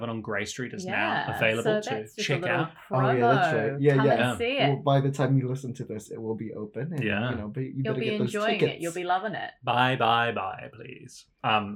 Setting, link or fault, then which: fault, poor microphone